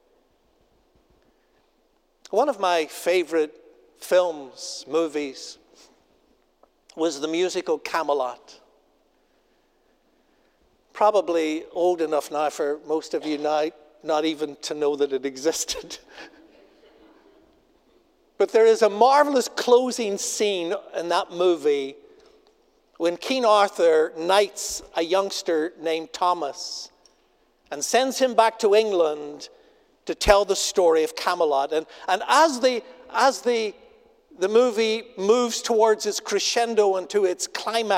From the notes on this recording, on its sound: Asbury Seminary Kentucky Chapel, recorded on Thursday, April 27, 2023 at Asbury Theological Seminary's Kentucky campus